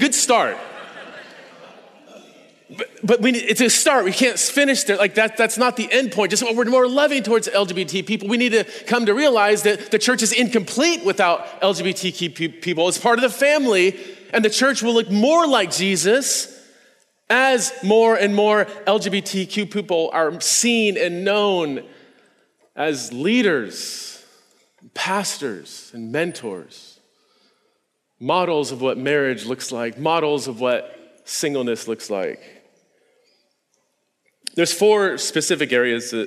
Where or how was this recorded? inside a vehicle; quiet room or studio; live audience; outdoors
live audience